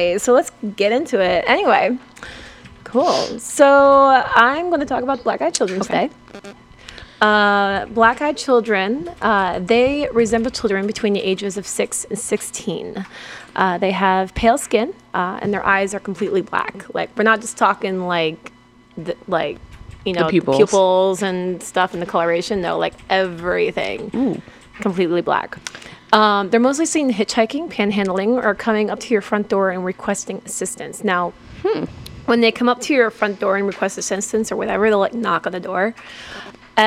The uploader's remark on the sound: Please disregard the sound of the dryer in the background!